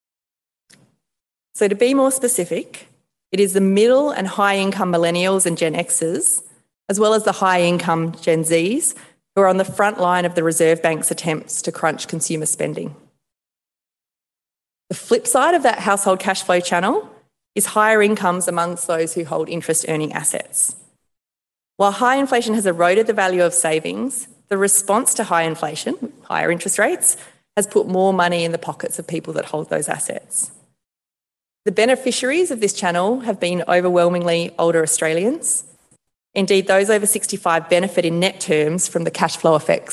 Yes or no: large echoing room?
yes